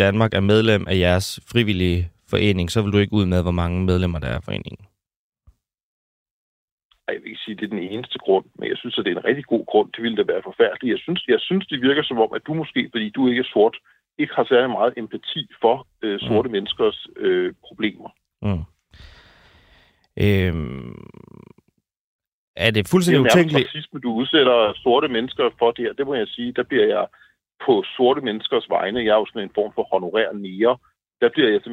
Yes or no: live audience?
no